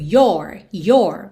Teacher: no your possessivo, especialmente no inglês americano, esse O é mais aberto.